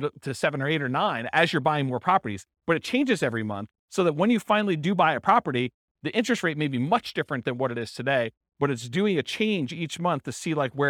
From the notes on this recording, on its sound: This was a live class recorded